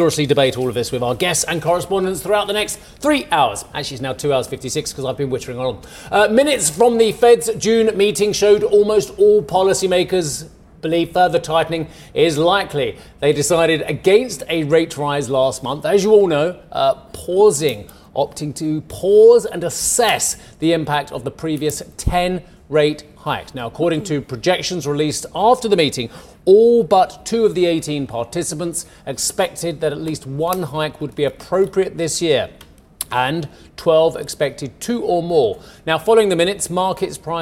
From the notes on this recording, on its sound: We are live in Vienna at the Opec seminar